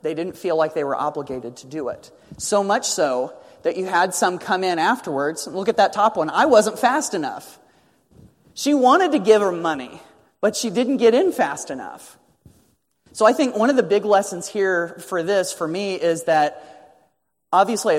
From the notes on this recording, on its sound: a joint keynote presentation they gave during the Summer of 2017